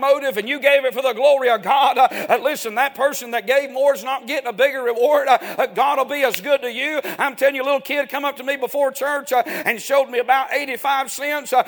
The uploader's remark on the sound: A sermon preached Wednesday Evening